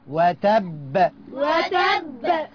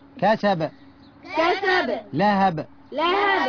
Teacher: يبقى تب هي اللي قلقله كبرى لانها مشدده · Shown in: first take